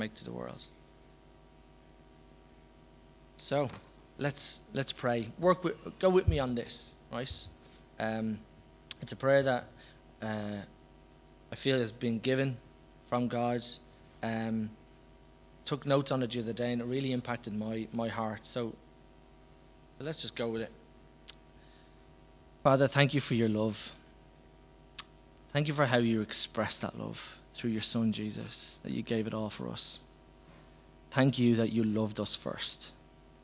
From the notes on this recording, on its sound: Recorded live at Liberty Church on 22nd December 2019